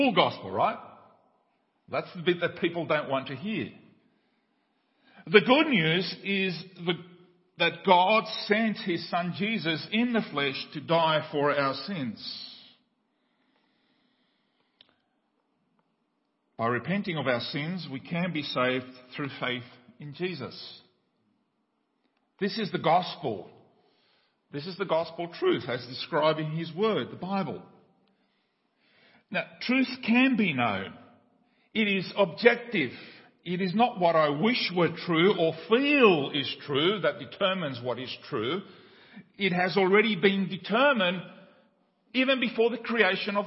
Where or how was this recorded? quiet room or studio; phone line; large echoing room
large echoing room